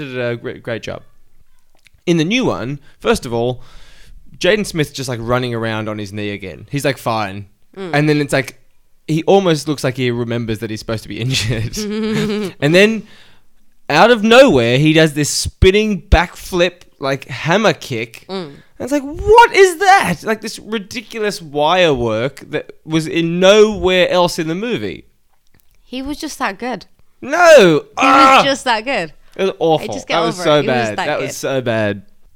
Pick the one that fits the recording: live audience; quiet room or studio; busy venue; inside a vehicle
quiet room or studio